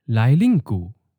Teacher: Lai is in the ninth tone, lin is in the second tone, high falling